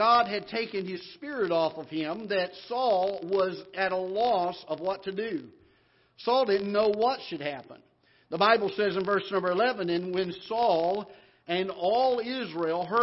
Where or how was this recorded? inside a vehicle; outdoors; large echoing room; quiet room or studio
large echoing room